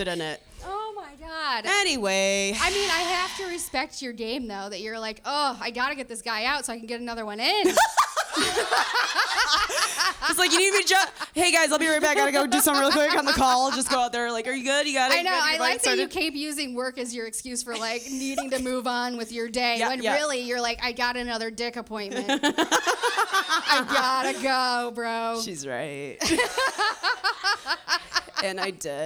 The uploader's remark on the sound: Live from Trixie's Bar